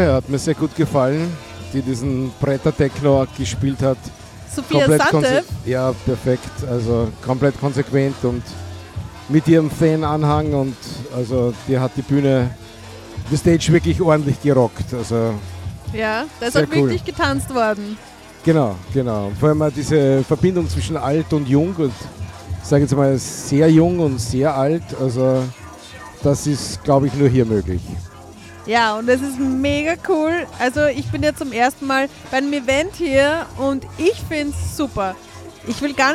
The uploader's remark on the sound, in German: Mit Musik im Freien, vielen Besucher:innen ausgezeichneten DJ-Gästen, süffigen Drinks und spektakulärer Beleuchtung startete der Verein LAMES in den ersten CLUBNACH/MITTAG/T der Saison. Das Campus und City Radio war bis 22:00 Uhr dabei und hat die DJ-Set´s direkt von den turntables live gestreamed.